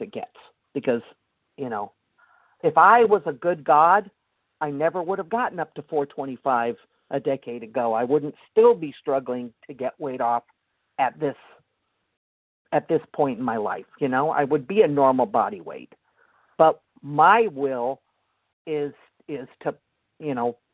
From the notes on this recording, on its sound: the 100 Pounders Phone Meeting, 9/1/23